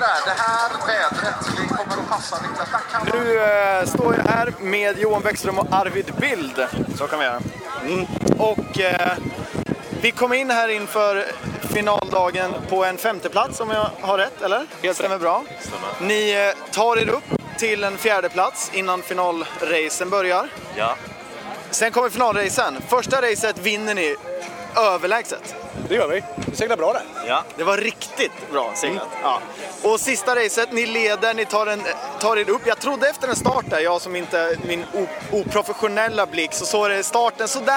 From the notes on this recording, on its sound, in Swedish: Vi hör ljud från M32 Series i Göteborg där tävlingen med riktigt snabba katamaraner gick av stapeln.